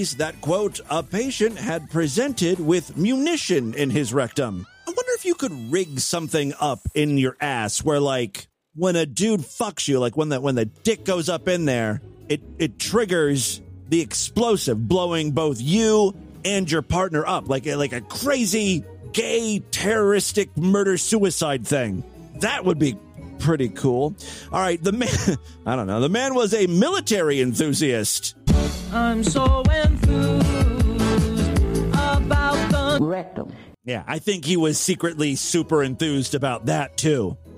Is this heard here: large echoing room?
no